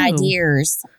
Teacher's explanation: Putting an R on the end of the like vowel ending words.